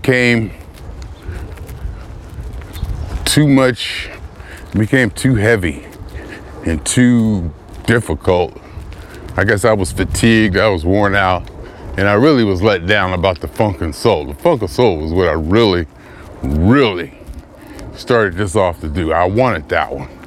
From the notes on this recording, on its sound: Me Walking Talking.